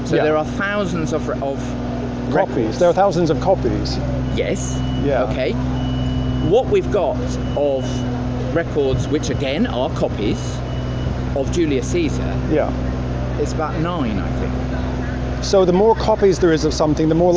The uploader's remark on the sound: London, England. On the streets of London.